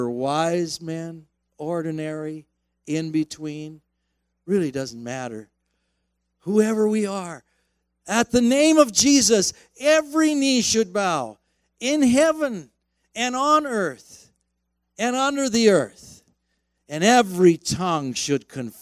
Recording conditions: large echoing room